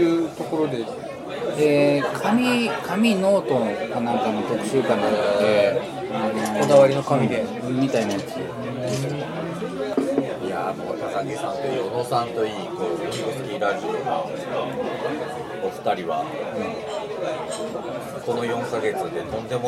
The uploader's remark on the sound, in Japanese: 居酒屋収録なので聞き取りずらいかと思います。